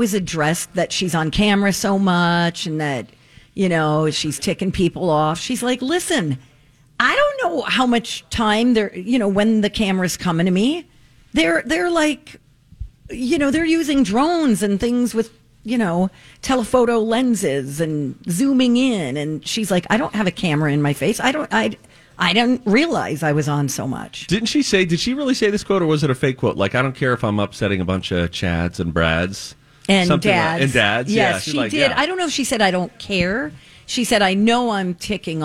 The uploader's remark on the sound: Broadcasting live from Popped Corn in Minnetonka! It's our 16th Annual Santa Project.